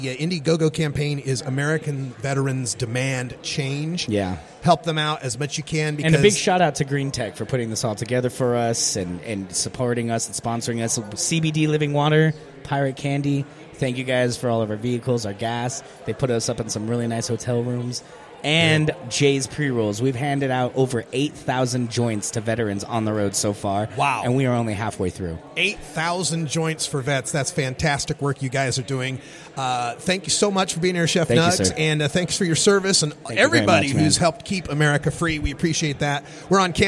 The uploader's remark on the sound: Live from Southwest Cannabis Conference